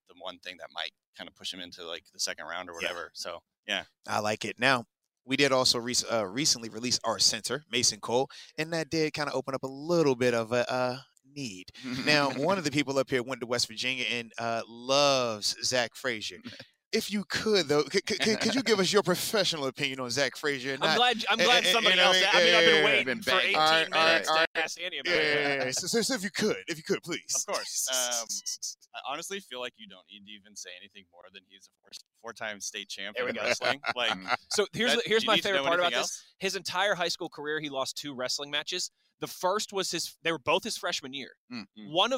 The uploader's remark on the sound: LIVE from the NFL Combine